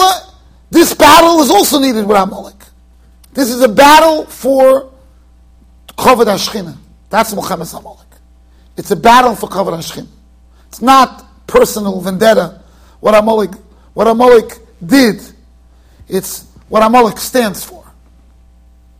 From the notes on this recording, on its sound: Shiur recorded in Yeshivas Ohr Reuven, Monsey NY.